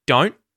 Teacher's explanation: So, the first T there at the end of the word don't, we mute. So, we go into the T but then don't release it. We say don't instead of don't.